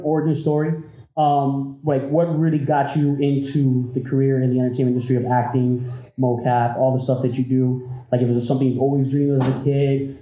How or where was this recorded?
busy venue